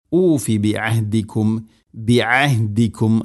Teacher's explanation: ഐന് തൊണ്ടയുടെ മധ്യഭാഗം, ഹ തൊണ്ടയുടെ താഴെ ഭാഗം, കൃത്യമായിട്ട് ഇതിനെ ഉച്ചരിക്കണം. · Term: ഐനും ഹാഉം